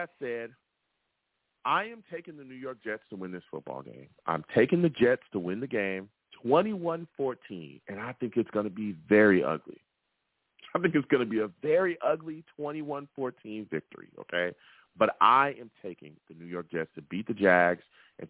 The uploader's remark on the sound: Tonight, live at 7pm eastern. I take live callers!